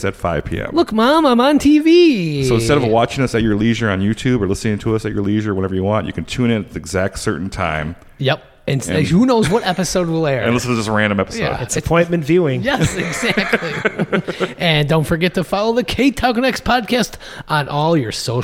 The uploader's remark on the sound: This episode was recorded on October 9, 2023 at Luigi’s Pizza Kitchen, 7531 39th Avenue. This episode was recorded on October 9, 2023 at Luigi’s Pizza Kitchen, 7531 39th Avenue.